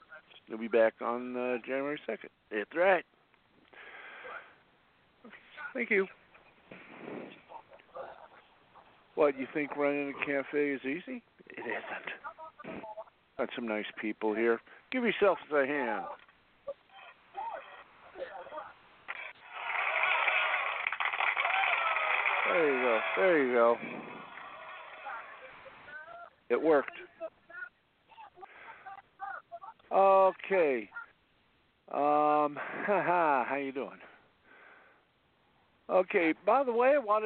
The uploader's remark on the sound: along with live calls and guests